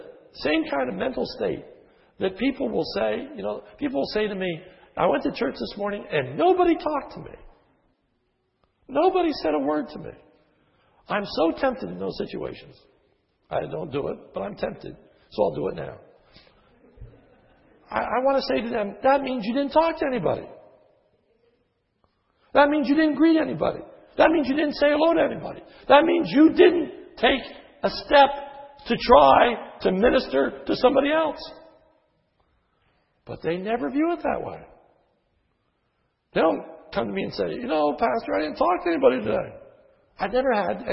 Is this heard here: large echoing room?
yes